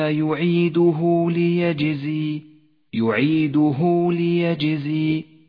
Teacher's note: جاءتها الضمير وقبلها حرف متحرك وبعدها حرف غير الهمزة يمد الصلة الصغرى 2 حركات